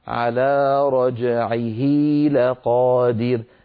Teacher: ولاحظوا أن قبلها فتحة وبعدها فتحة، قبلها متحرك وبعدها متحرك، كذلك الأمر لو تابعنا التلاوة على رجعه لقادر، عيه أيضا هذه ضمير ومفرد غائب مذكر ووقعت بين متحركين لأن العين متحركة واللام متحركة، فأشبعنا يعني طولنا كسرة الهاء فتولد منها ياء منطوقة ليس لها صورة في الخط · Term: مد الصلة